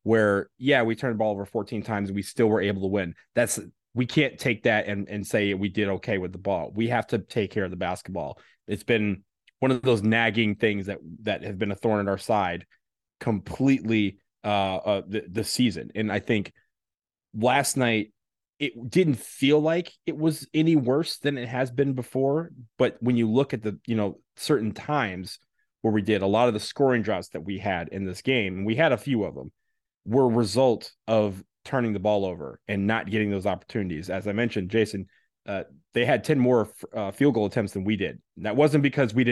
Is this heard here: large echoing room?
no